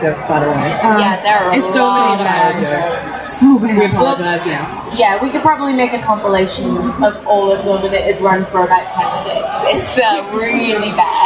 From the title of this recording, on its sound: Live from Indy PopCon 2014